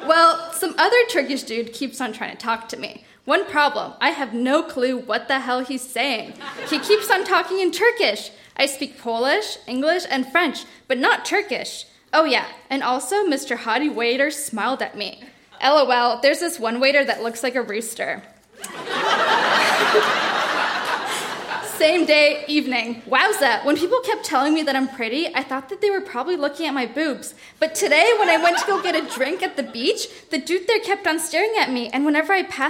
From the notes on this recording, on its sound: Recorded live at the Royal Cinema in Toronto.